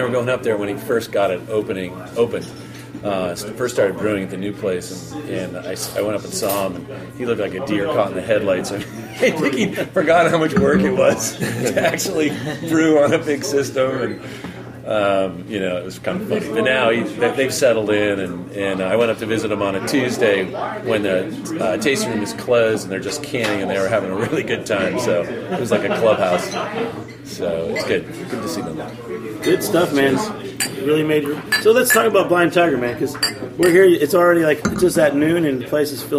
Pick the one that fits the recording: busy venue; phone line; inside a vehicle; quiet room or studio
busy venue